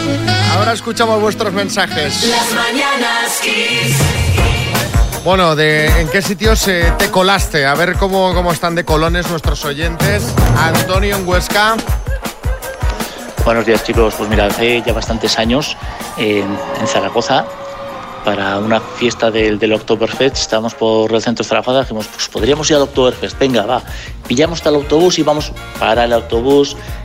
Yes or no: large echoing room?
no